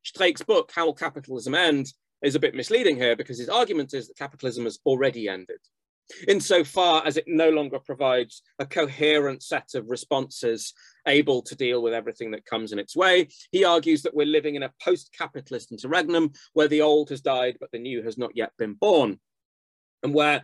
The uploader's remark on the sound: The seminar took place over Zoom